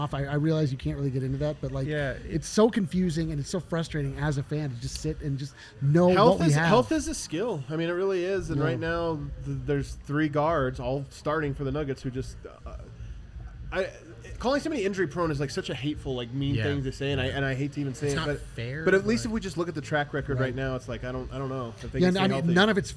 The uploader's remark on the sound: The guys are live from the DNVR Bar